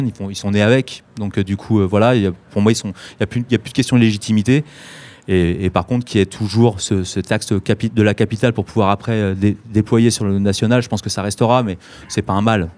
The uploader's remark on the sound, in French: Organisé par le label Focus. Enregistré en plein cœur du village du festival.